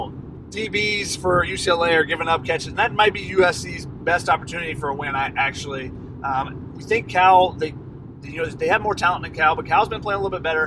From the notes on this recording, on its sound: On their return trip from Tempe. A podcast from the car on Interstate-10. Their desert road trip.